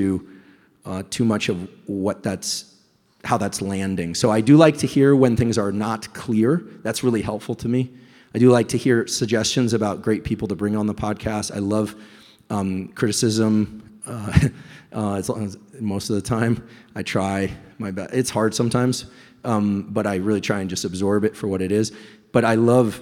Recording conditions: live audience